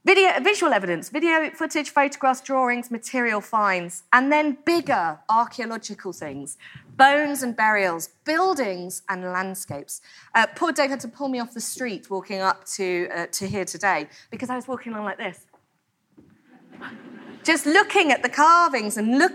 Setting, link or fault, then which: setting, live audience